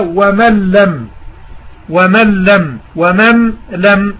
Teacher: مثال: إدغام النون في اللام في قوله تعالى: ومن لم، ومن لم، ومن لم. هنا النون ذهبت ذاتا وصفة، بمعنى أنها أدغمت، أدخلت في الحرف الثاني في حرف اللام، فأصبحت حرفا واحدا مشددا كالثاني